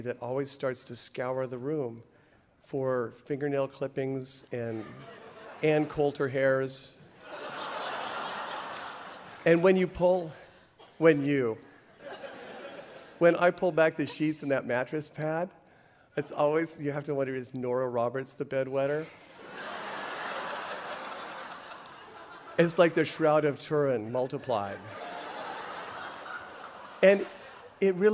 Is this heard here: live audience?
yes